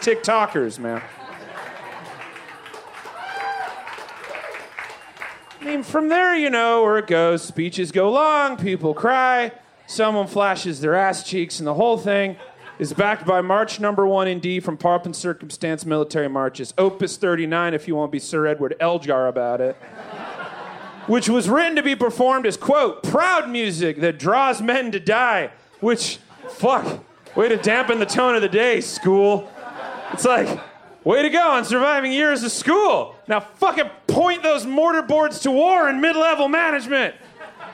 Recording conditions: live audience